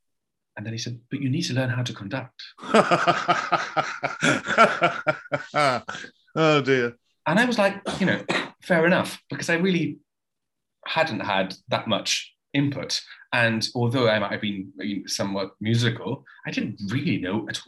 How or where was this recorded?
video call